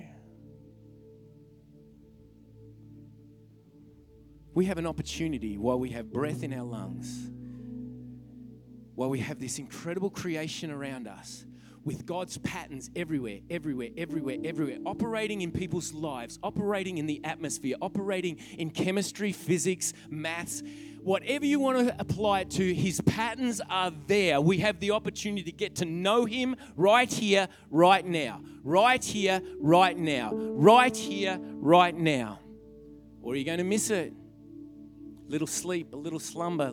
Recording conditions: large echoing room